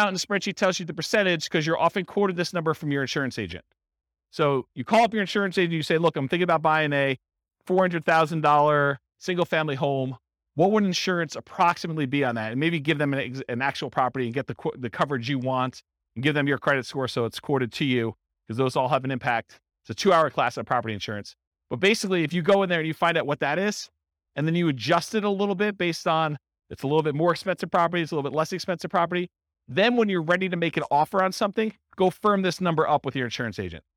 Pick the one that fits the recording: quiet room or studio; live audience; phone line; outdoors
live audience